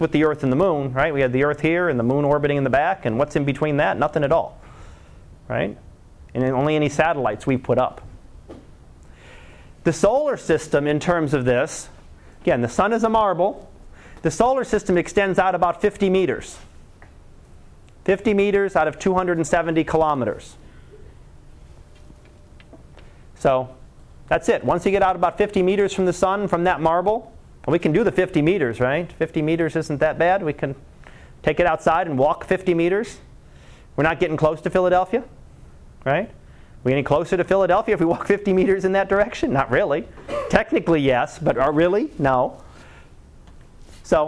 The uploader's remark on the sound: Live Class Lecture